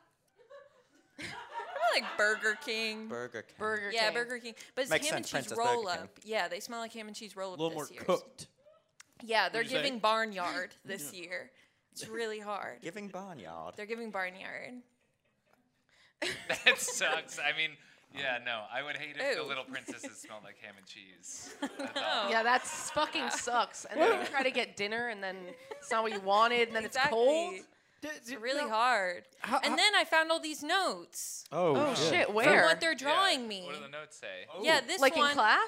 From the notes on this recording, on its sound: IT'S OUR FIRST LIVE EPISODE!!! At our favorite restaurant.